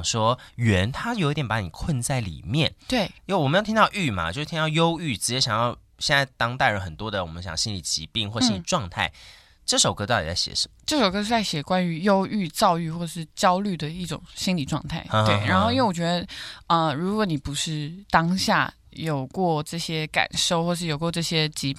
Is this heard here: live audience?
no